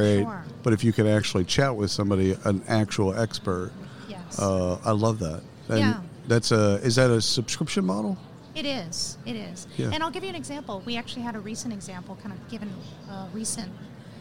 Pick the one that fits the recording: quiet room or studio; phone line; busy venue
busy venue